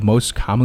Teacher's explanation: 尾音的 t 也是省略不要了